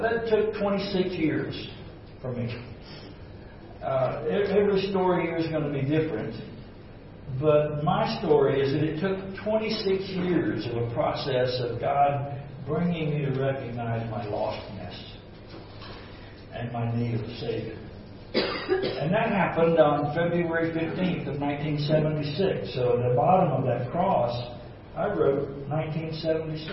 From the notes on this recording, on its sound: This recording is an excerpt from an Exchanged Life Life Conference (March 3-4, 2017, by Grace Fellowship International).